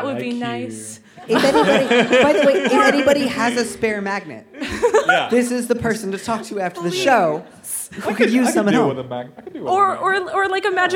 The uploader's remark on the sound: This week finds Dear Prudence live on stage at The Museum of Pop Culture in Seattle, Washington. As well as questions from the audience!